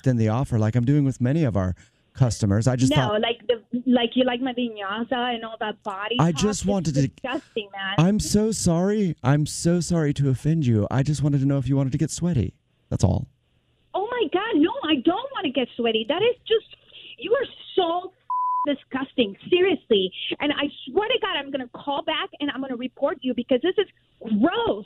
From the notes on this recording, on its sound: Phone Prank.